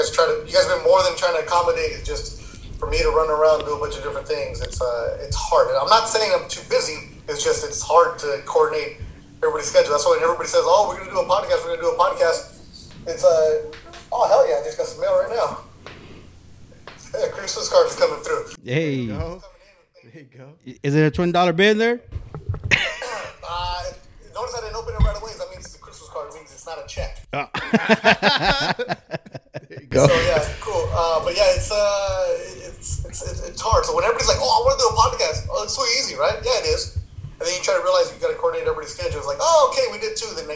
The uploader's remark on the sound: Pls excuse the audio we were having some technical difficulties.